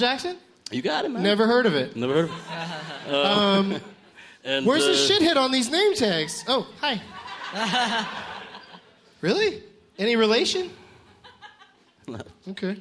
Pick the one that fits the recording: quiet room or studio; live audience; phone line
live audience